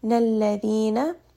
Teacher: It is tha. And you're going to have a little bit of that buzzing, and you're going to have your tongue pressed in between your teeth. So that is the proper makhraj of this letter.